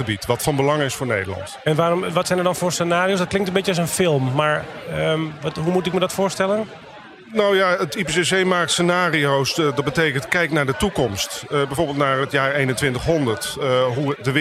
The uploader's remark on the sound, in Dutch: Deze podcast is opgenomen tijdens het Deltacongres 2019 in Goes, en gemaakt in opdracht van het Deltaprogramma.